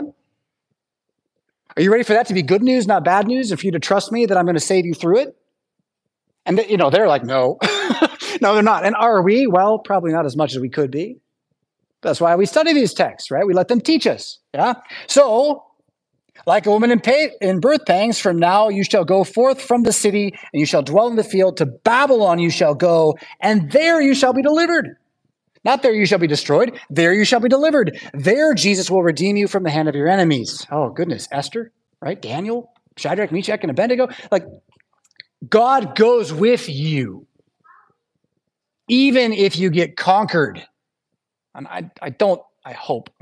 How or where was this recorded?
large echoing room